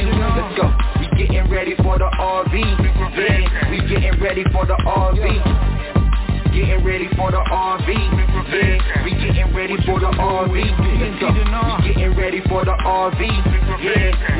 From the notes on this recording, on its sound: TNTSuperfantastic Conference Call